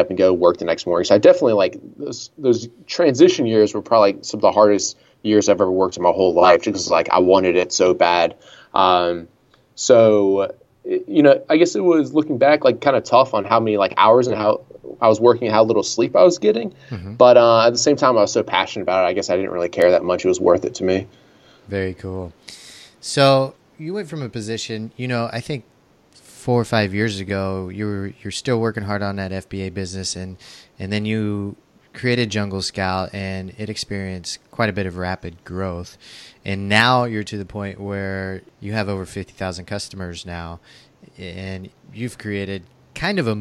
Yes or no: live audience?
no